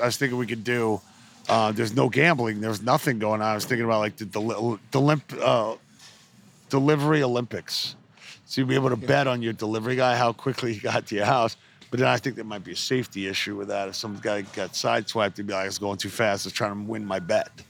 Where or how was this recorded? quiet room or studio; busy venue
busy venue